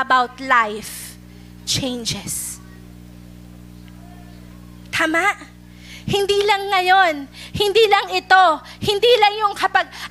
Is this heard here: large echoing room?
yes